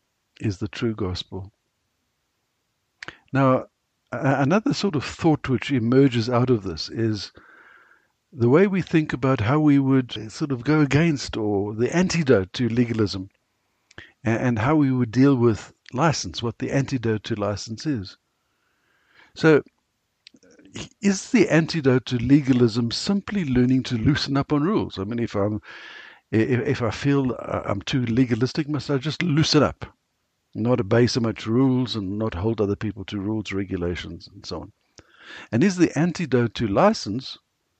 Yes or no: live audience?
no